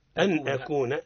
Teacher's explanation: مال دائما أبدا النون الساكنة التي فوقها سكون، يعني غير مجردة من السكون، أتابع أو التنوين يعني يزيده مركبا، أتى بعدهما أحد حروف الحلق الستة، حكمهما الإظهار. الإظهار من غير غنة، ليس فيها غنة.